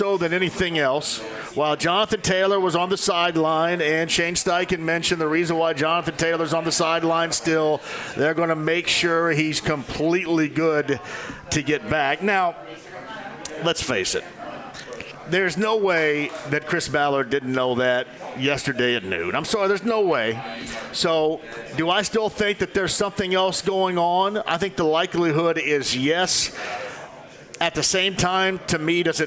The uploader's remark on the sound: Live From Union Jack Pub in Broad Ripple!